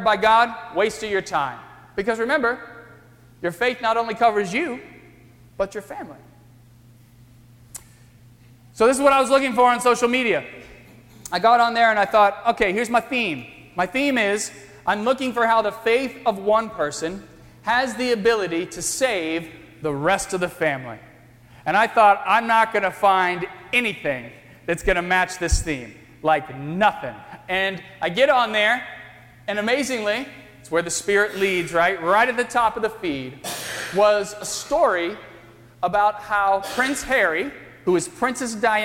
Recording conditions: large echoing room